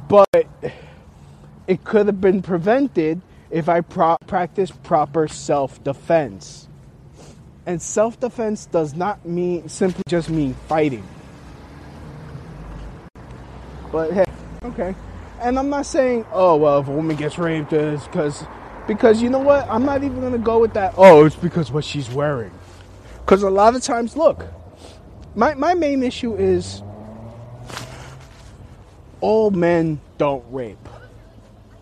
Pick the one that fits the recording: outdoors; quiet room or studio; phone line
outdoors